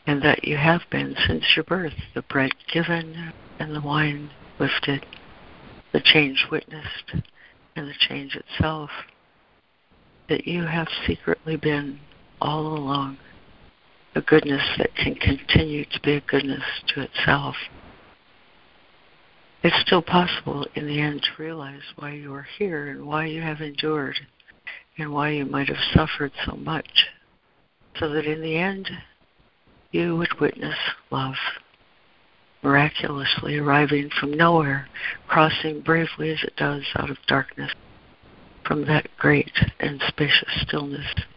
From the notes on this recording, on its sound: ACIM Daily Conference Call